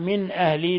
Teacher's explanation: نون ساكنة جاء بعدها الهمزة إظهار حلقي